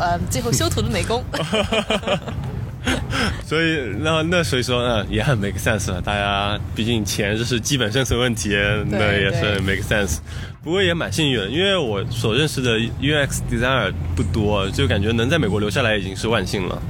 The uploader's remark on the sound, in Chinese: 户外录音，稍有杂音。